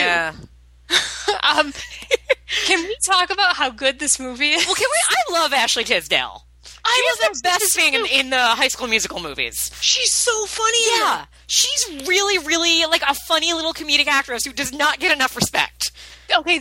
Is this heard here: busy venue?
no